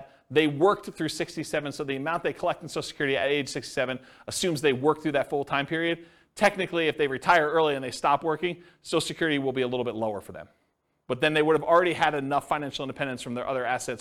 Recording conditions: live audience